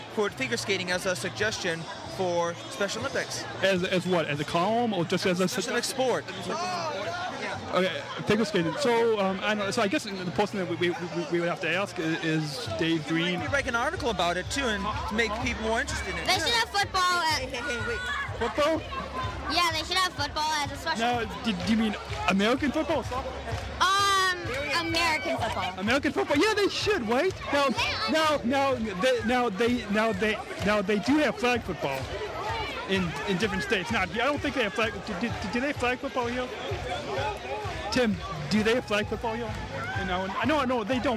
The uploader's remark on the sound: Podcasting live at the 2015 Summer Games for Special Olympics Illinois.